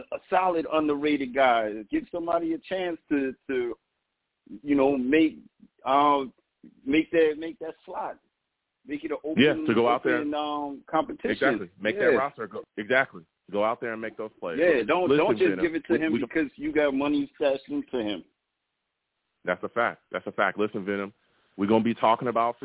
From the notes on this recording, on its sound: Tonight live at 7pm eastern. I’ll also take live callers!